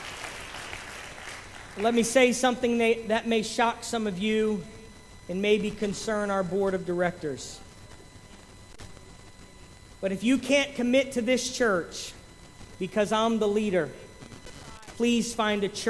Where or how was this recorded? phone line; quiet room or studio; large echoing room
large echoing room